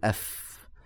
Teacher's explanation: أطراف الثنايا على بطن الشفة السفلى · Term: الفاء